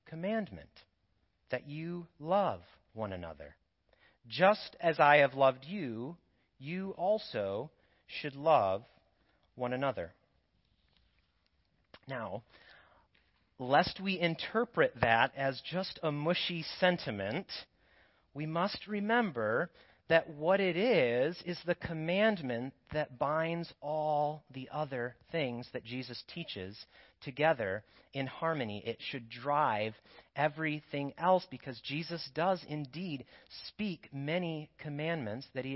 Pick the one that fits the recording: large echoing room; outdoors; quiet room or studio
large echoing room